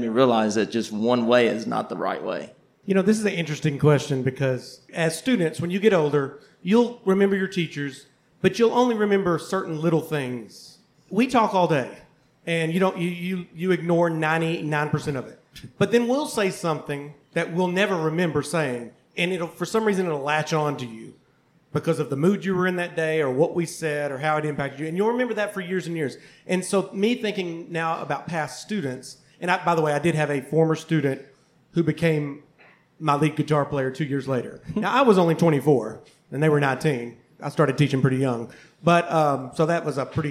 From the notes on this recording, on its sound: Recorded live at Kollective Coffee + Tea in Downtown Hot Springs, Arkansas.